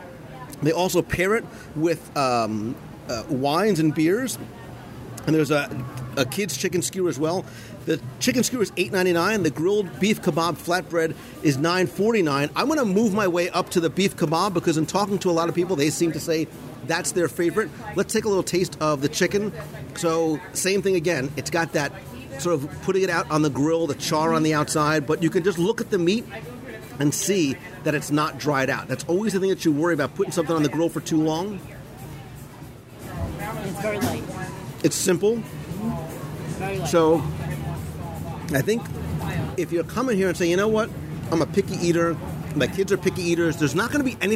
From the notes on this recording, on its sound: Live Review and Interviews at Harambe Market in Disney’s Animal Kingdom